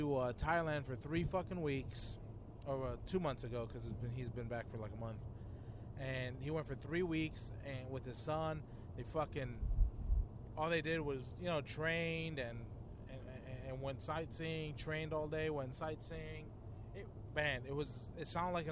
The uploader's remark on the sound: A Quick CARCAST!